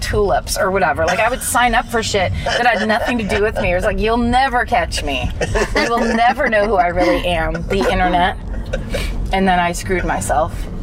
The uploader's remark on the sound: In the Car